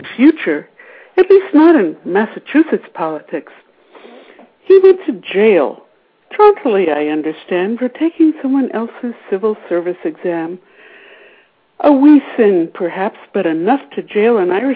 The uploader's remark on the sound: We also had several poets who scored in the top 10 spots call in and share their winning poems after their names were announced.